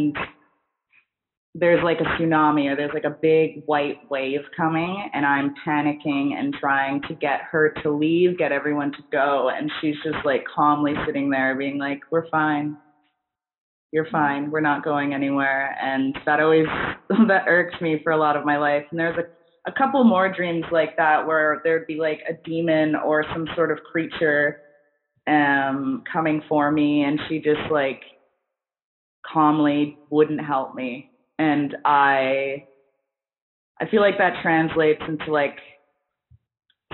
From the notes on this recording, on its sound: Pardon the audio, this was recorded BEFORE we got our new mic setups